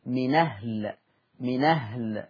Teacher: طبعا فيها النقل فتقرأ بنون مفتوحة